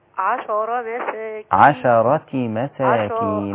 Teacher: لازم ابين فتحة الشين عشان ما تبقاش ساكنة، ما تبقاش عشرة.